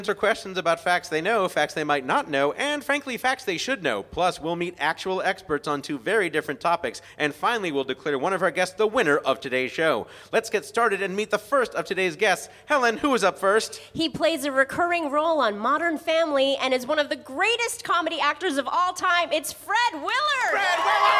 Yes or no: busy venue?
yes